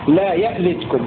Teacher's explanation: روى دوري أبي عمرو بزيادة همزة ساكنة محققة في لفظ لا يلتكم من أعمالكم شيئا، فيرويها الدوري لا يألتكم في سورة الحجرات، لا يألتكم، هكذا يرويها الدوري عن أبي عمرو.